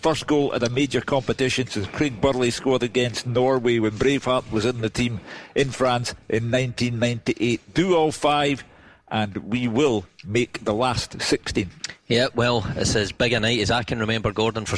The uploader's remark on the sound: live from Scotland HQ at Drygate Brewery